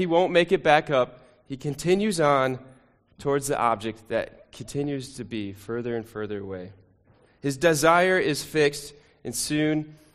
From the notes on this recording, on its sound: Sermon recording from Sunday 2 Jul 2023